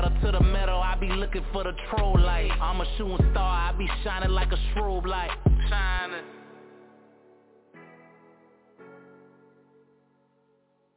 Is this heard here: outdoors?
no